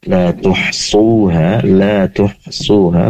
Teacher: pastikan ha berasal dari tenggorokan bagian tengah